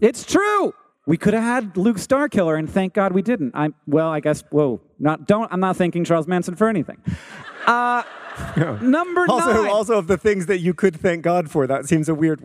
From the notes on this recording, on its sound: Live from Madison, WI!